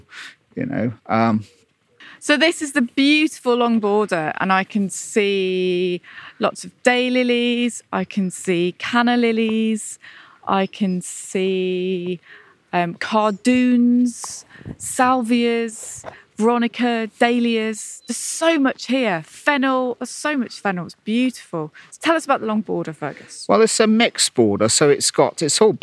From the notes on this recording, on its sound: Wildlife gardening at Great Dixter. As we walk around the gardens.